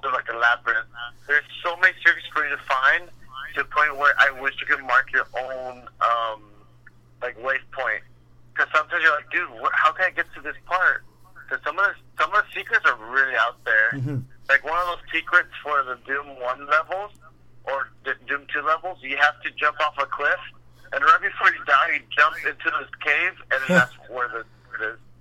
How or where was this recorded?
phone line